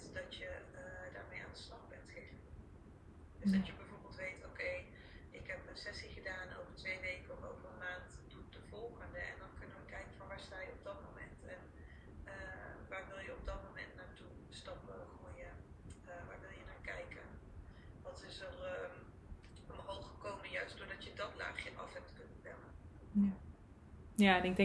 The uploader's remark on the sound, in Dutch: opname van Instalive